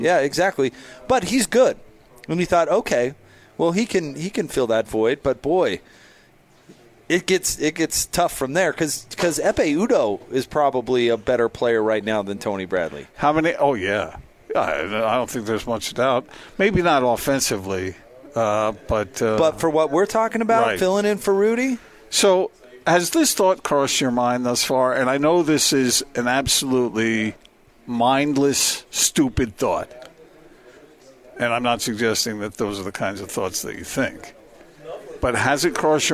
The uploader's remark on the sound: LIVE at Metro by T-Mobile